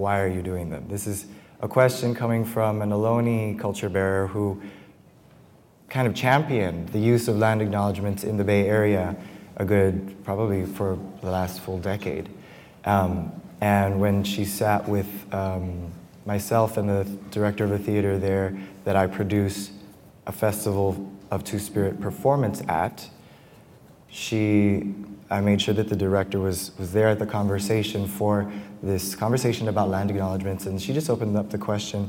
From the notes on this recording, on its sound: This special bonus episode is a live recording from the APAP|NYC+ 2023 conference in New York City. Arts workers from across the country came together for a panel.